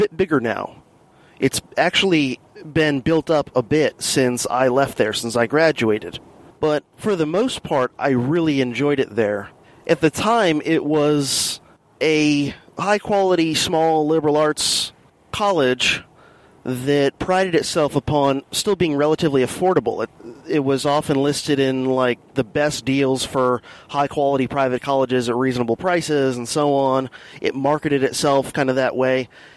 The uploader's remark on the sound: Pieced together in true guerrilla fashion from several commutes in the Silver Bullet, plus a little bit recorded from the (relative) comfort of the home office.